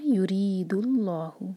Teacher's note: تو جب ہم دال کو لام سے جوڑیں گے، حمزۃ الوصل کیونکہ بیچ میں آ رہا ہے تو اس کو تو پروناؤنس نہیں کریں گے، تو ہم پڑھیں گے یورید اللہ، کیونکہ ضمہ ہے لاسٹ لیٹر پر اللہ تعالیٰ کے نام سے پہلے، تو ہم لام جلالہ کو ہیوی پڑھیں گے